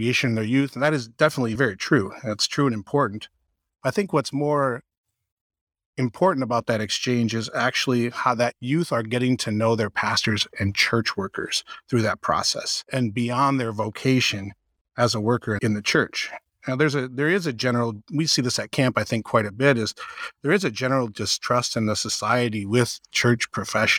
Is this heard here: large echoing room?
no